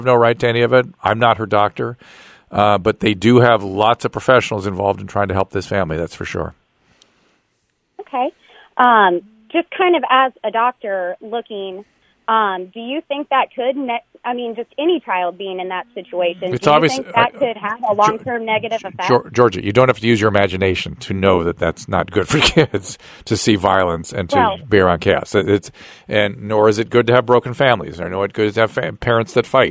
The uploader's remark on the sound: turns to the phones and speaks to callers